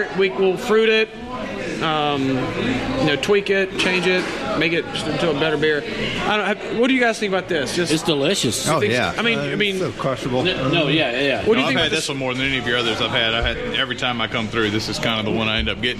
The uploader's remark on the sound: at Roux 61 Restaurant in Baton Rouge, Louisiana on the night of their launch party